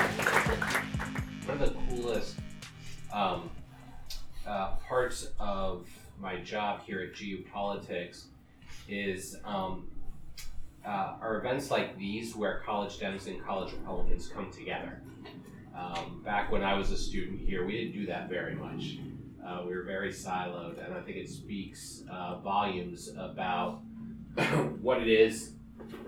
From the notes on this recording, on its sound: Our very first Fly on the Wall live recording! At the Institute's State of the Union event.